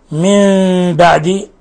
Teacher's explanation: من بعد مثال آخر تقدم نظيره للإقلاب، نون ساكنة جاء بعد حرف الباء الحكم التجويدي إقلاب، حيث قلبت النون الساكنة عند الباء ميما